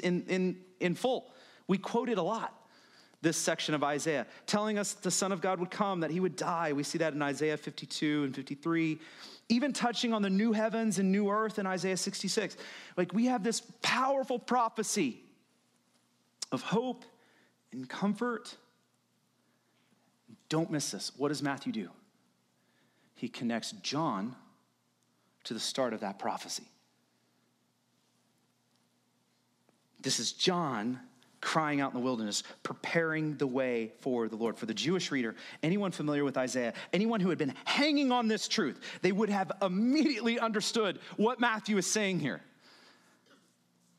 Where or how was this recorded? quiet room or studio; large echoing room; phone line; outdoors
large echoing room